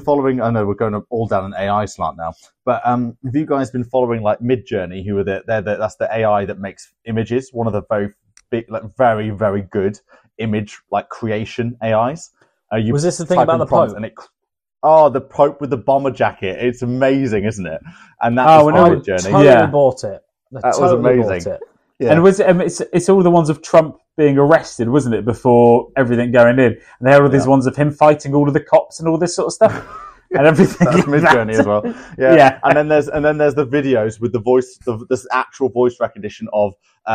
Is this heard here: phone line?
no